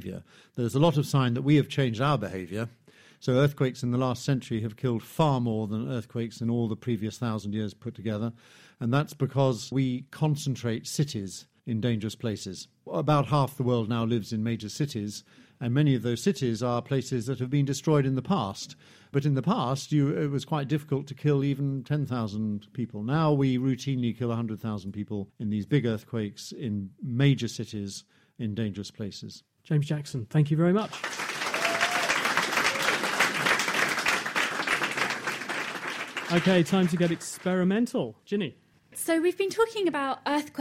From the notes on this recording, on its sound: Live on location at the Cambridge Science Centre. Pit their wits against the assembled public.